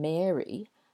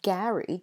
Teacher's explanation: And so Mary, the girl's name, has an air vowel sound, and Gary, the boy's name, has an ah sound.